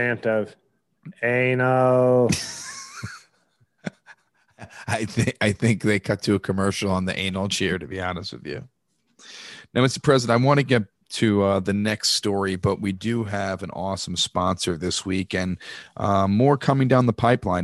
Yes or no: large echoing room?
no